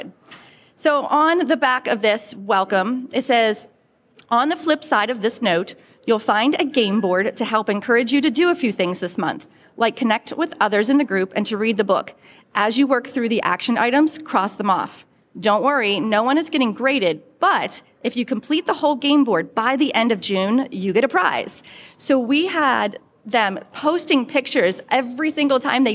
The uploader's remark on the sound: This episode was recorded in front of a live audience at Sub Summit 2023 in Dallas, Texas at the SUBTA Studios Stage.